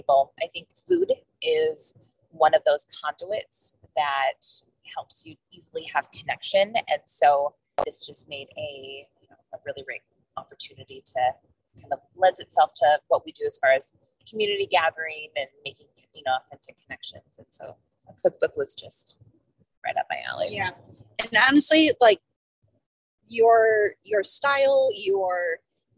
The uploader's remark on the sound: Just as a warning- the audio of this episode isn't....great. In the car.